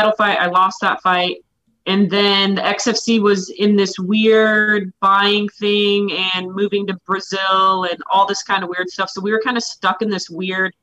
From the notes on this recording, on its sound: She joins us via zoom.